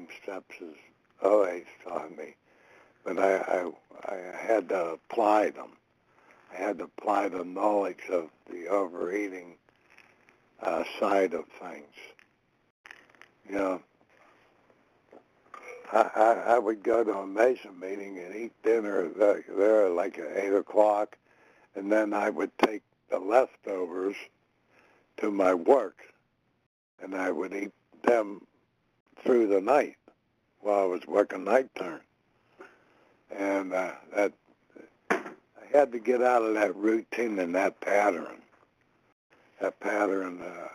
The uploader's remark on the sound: 100 Pounders Phone Meeting